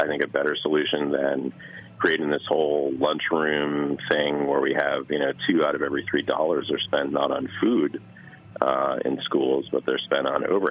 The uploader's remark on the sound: an intriguing phone conversation